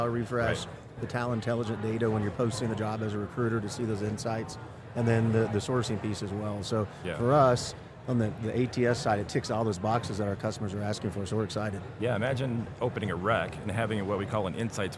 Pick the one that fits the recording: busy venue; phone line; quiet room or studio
busy venue